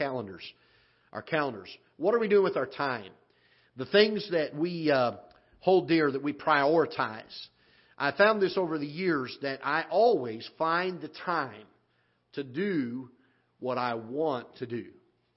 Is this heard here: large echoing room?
yes